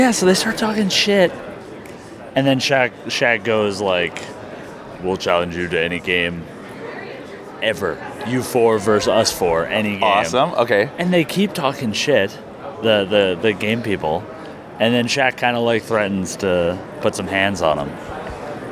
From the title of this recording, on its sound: at Game Developers Conference 2016